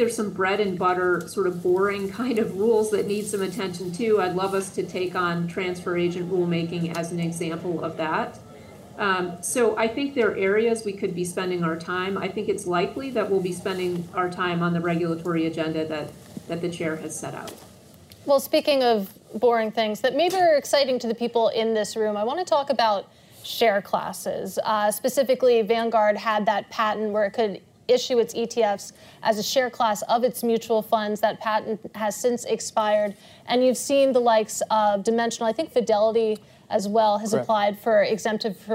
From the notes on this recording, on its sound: In front of an audience at Bloomberg’s 8th Annual ETFs in Depth conference.